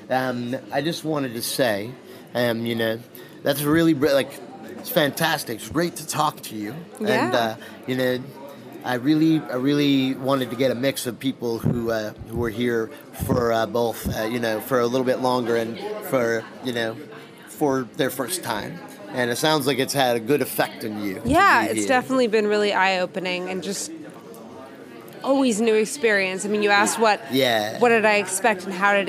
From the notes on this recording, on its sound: reports live from Bra Cheese.